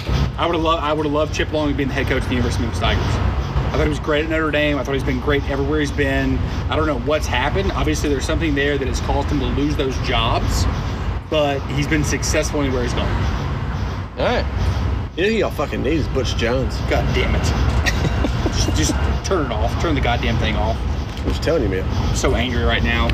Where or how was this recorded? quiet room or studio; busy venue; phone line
busy venue